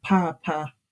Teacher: so two low tones, and that means a fan · that has a high and then a low tone, and that means father